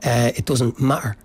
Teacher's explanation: instead of pronouncing the two T's in the middle, they kind of turn it into a glottal sound at the back of their throat and they say, matter.